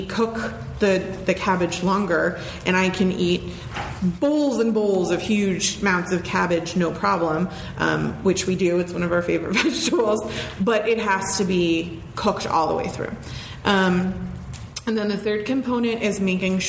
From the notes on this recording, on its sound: In this episode, it's the second part of our LIVE show!